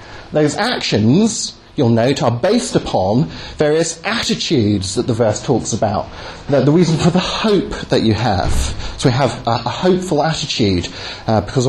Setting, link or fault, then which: setting, large echoing room